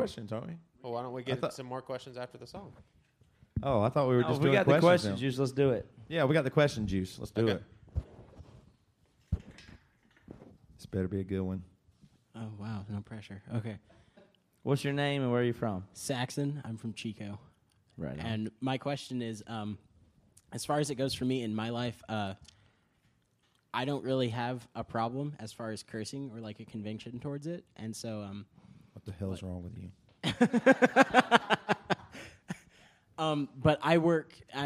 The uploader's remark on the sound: LIVE in Chico, CA Living Room. This is the 3rd of 4 live episodes from our recent living room podcast tour.